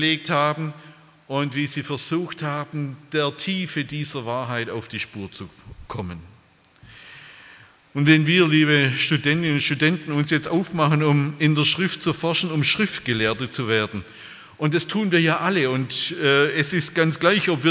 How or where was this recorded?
large echoing room